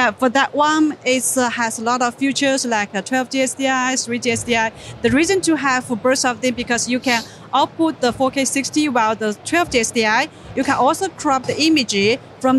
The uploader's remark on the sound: At ISE 2024 we speak with Telycam